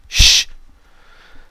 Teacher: A stream of air is sent through a broad groove down the center of the tongue. It hits the cutting edge of the front teeth and, like the s, is a sibilant sound. · Term: sh sound